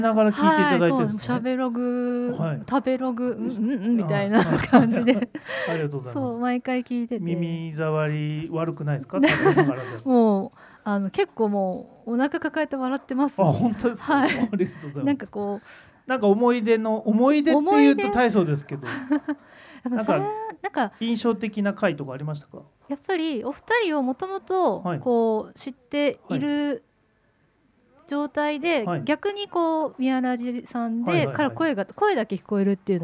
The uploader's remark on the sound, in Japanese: Studio baco10周年パーティにて公開収録を行いました。